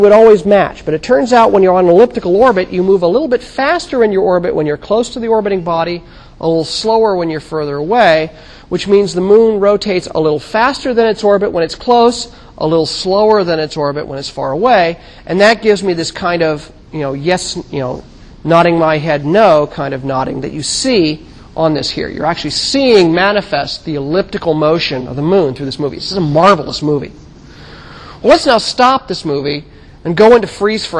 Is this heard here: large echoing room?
yes